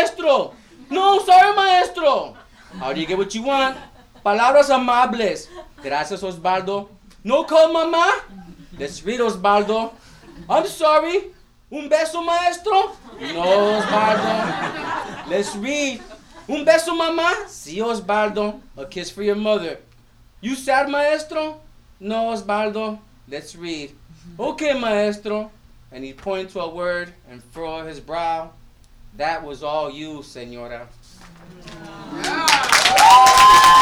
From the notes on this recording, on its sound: Live poetry and prose readings from the first Rooted & Written workshop series. As well as discussions and reactions from the event.